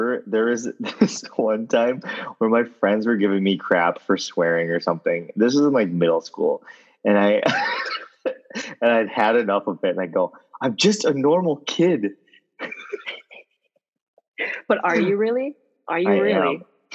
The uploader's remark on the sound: The two of us are in different cities, meaning we are doing our first Zoom episode as just the cohosts. We had a bit of technical difficulties but it all worked out!